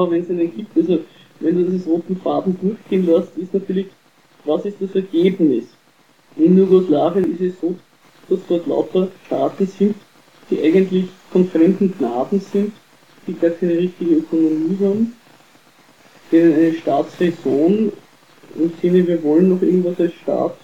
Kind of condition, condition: fault, poor sound quality